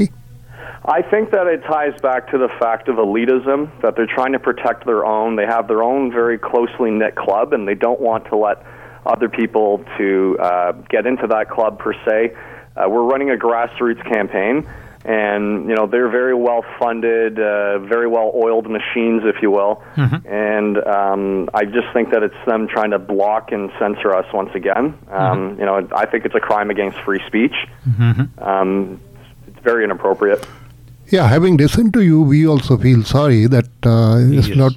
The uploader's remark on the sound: He called into my talk show Mid Day Matters to provide details. This segment aired live on the day the writ was dropped.